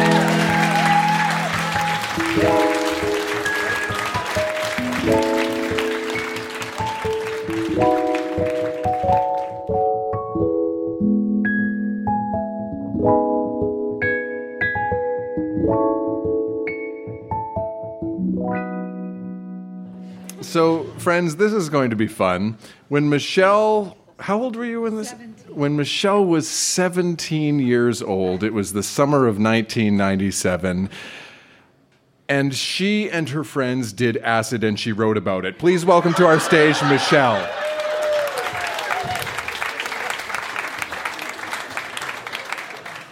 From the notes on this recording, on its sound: Recorded live at The Company House in Halifax, NS.